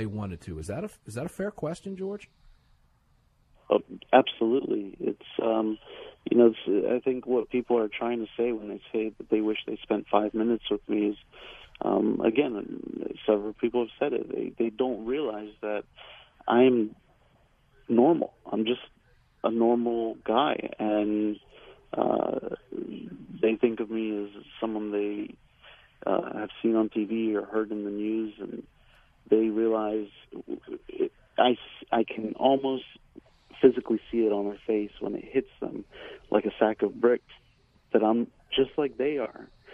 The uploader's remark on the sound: Receives a surprise phone call. On Armed American Radio.